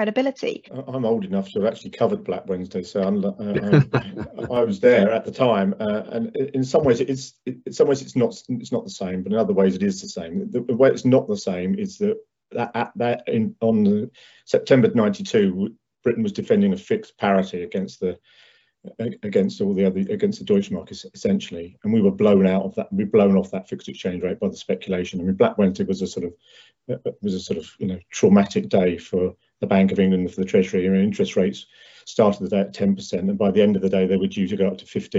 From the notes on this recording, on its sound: From the Powerscourt Webinar ‘All Trussed Up’.